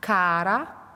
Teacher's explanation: Es ist nicht carra, ansonsten hat es erstmal eine andere Bedeutung und man würde sich denken, oh, es ist mit zwei R geschrieben. Nein, cara ist mit einem R und man flippt es. Man rollt es nur einmal. · Term: flipped